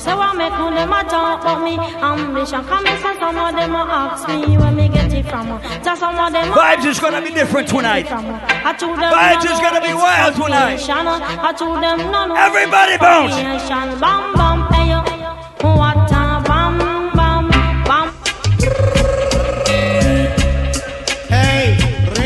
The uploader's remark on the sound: LIVE AUDIO: ISLAND SATURDAYS 90s VS 2000s BASH PT2